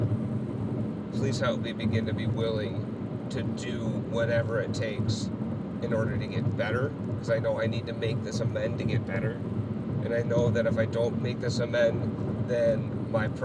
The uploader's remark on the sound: The interview was recorded while traveling from Stillwater, MN to Minneapolis MN so you’ll hear the sounds of the road in the background.